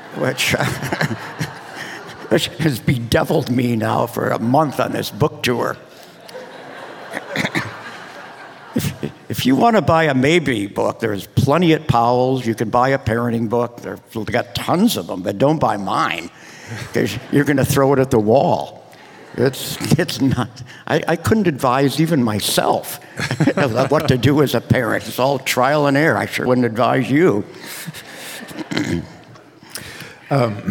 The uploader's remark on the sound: This conversation was recorded in front of an audience at the Portland Book Festival last fall.